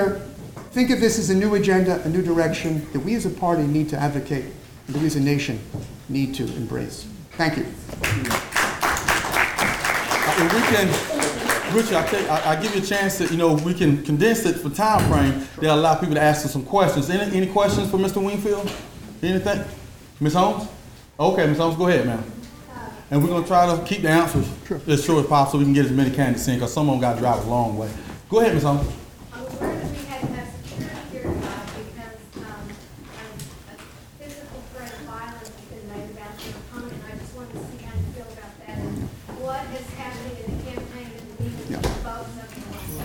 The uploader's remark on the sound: gave brief speeches and answered questions from the audience